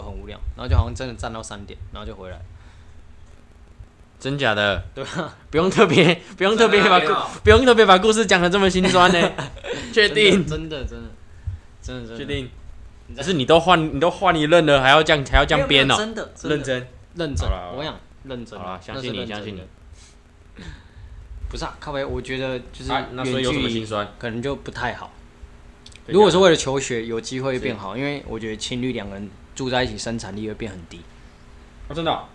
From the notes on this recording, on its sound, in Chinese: 爆音注意!本集強烈不建議佩戴耳機。收音與坐姿不佳導致雜音及聲音忽大忽小見請見諒。